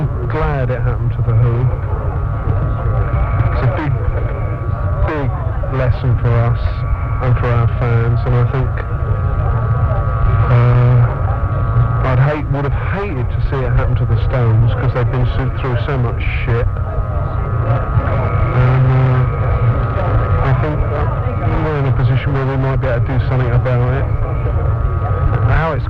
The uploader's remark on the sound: In the background you can hear people playing the old arcade game Space Invaders. The sound quality is poor (but Was even worse before I put it through some noise programs!). It was one of those times back in the day when you just grabbed a cheap tape and threw it in the deck and hit record.